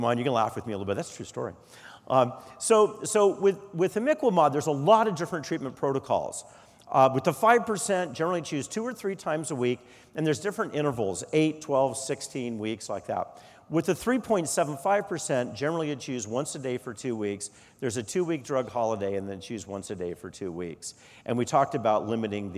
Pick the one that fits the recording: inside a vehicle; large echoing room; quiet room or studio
large echoing room